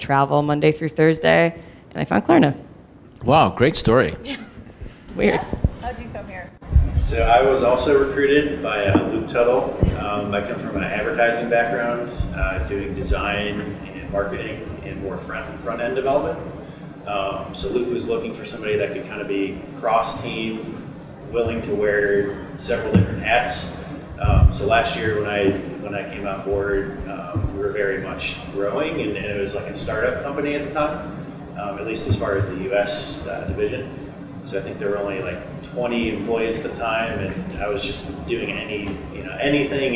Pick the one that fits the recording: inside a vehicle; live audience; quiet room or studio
live audience